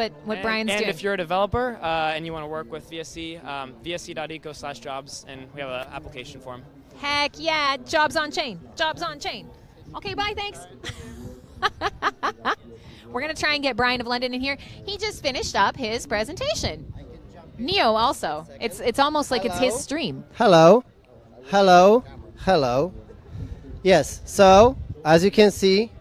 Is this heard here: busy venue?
yes